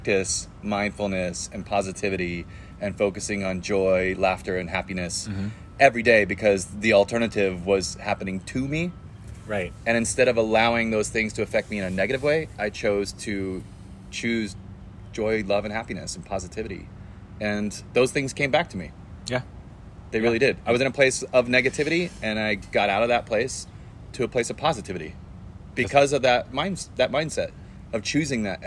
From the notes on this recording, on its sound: We sat down outside of Harvest Kitchen. Had to catch some of that vibe right into the microphone.